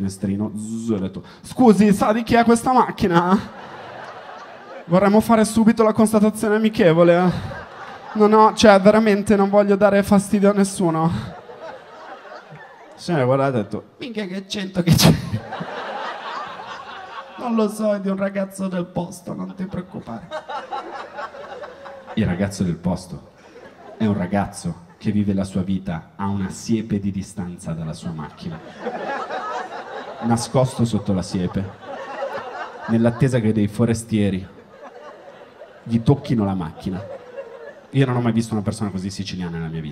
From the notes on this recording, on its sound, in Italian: Registrato al Magnolia di Milano.